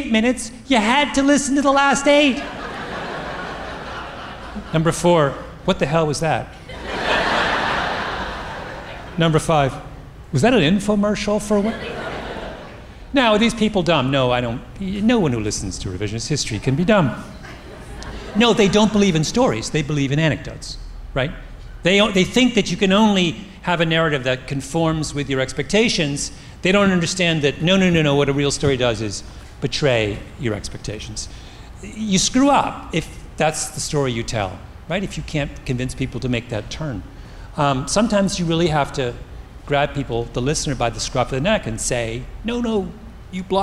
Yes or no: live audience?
yes